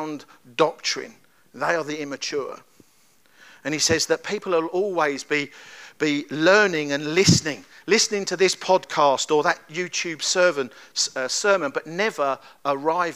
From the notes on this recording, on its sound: At Kings Church, Cockermouth, as an audio file.